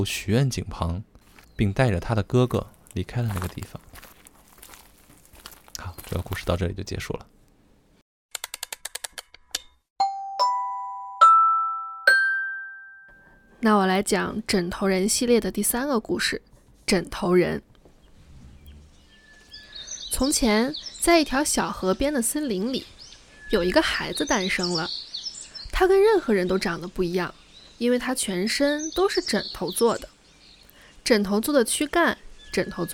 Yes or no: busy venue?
no